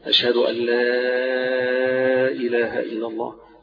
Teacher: يجوز المد هنا أقصى مد هتمد ست حركات